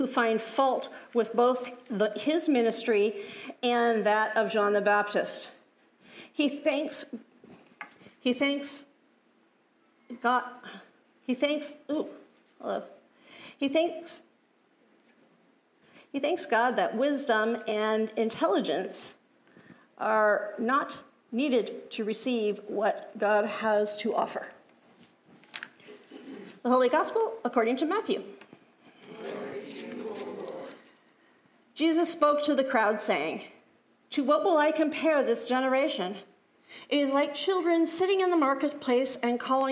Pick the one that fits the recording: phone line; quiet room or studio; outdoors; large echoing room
large echoing room